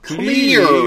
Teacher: notice you're going to the high E to the R